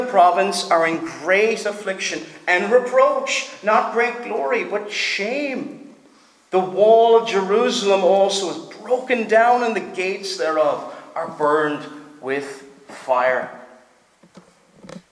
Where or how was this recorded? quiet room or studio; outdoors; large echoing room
large echoing room